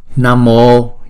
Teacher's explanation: chữ O là chúng ta sẽ đọc hai nhịp